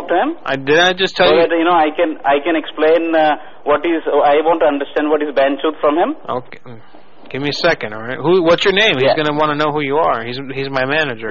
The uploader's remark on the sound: Prank Phone Calls Collection